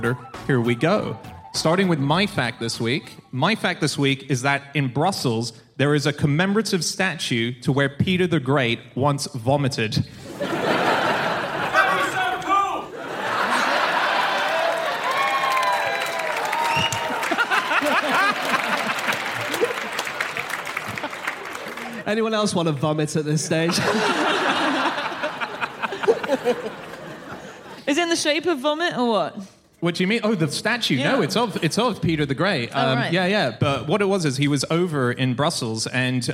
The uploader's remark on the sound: Live from Birmingham